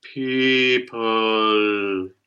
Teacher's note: But of course, in singing, it's to make a sound, and it's the schwa. So just be confident in singing the schwa and come to the L with the bright forward L